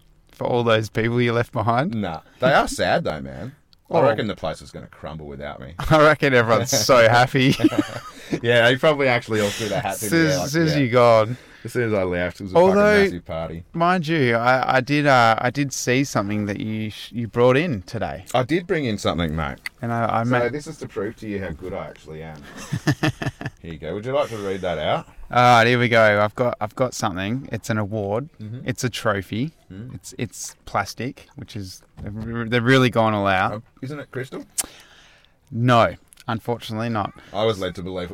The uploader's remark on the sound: This week we took our cars out into the wild and literally found the roughest corrugated road in the universe to get ourselves down to a local swimming hole to record this episode. As usual mother nature had other plans for us.